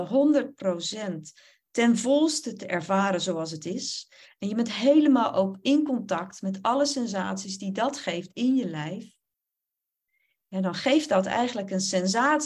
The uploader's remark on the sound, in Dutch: Opname webinar.